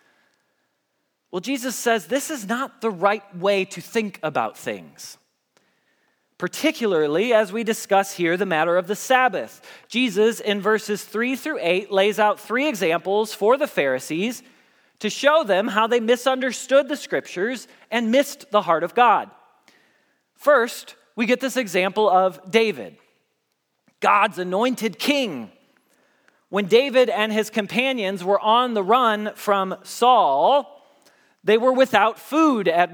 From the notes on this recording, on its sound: Message Preached at Valley Creek Church